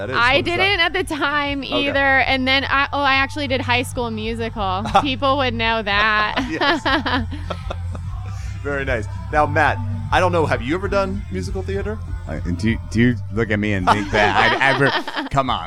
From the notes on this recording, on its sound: join the show in person at Come And Take It Live in Austin